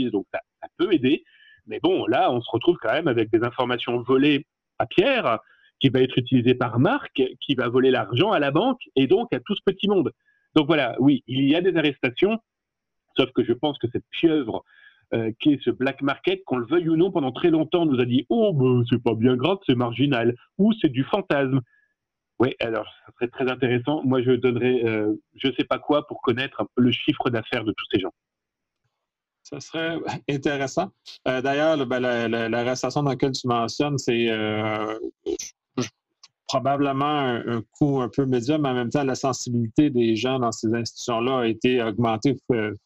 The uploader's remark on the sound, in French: Locaux virtuels par Zoom. Montage audio par Intrasecure inc. Locaux virtuels par Zoom.